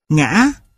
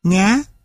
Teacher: Thanh ngã bắt đầu ở độ cao gần ngang thanh huyền nhưng không đi ngang mà vút lên, kết thúc ở độ cao cao hơn cả thanh không dấu. Ở thanh ngã, đường nét vận động bị gãy ở giữa do trong quá trình phát âm có hiện tượng bị tắc thanh hầu.